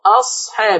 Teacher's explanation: انتبهي إلى كلمة أصحاب عشان ما نقلقلش الصاد